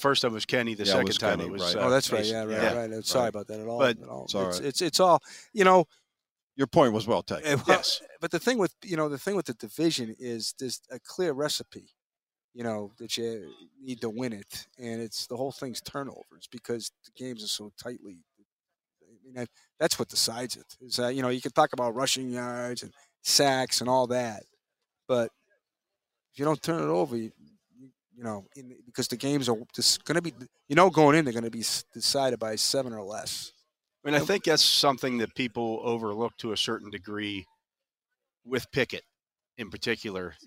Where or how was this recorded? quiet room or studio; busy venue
busy venue